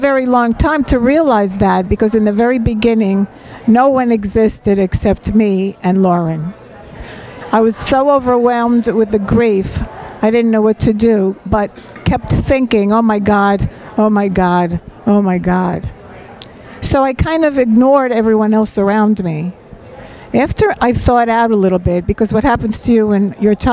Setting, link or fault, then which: setting, live audience